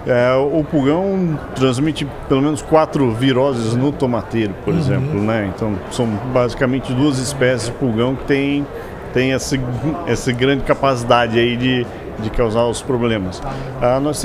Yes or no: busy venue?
yes